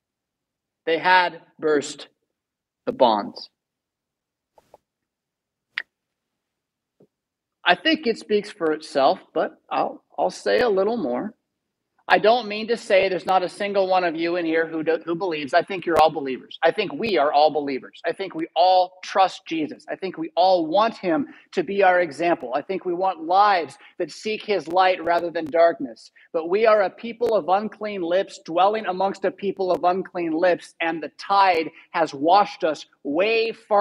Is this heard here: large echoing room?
yes